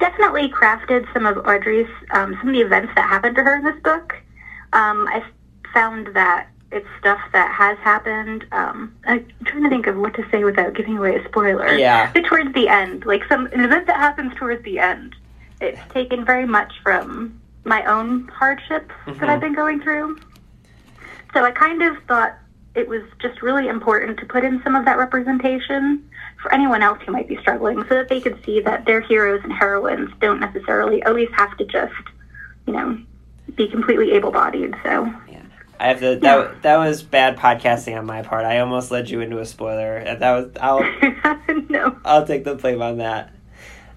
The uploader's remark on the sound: via phone